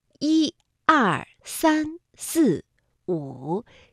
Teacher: 五呢是单独的一个音节，所以它依然读赏声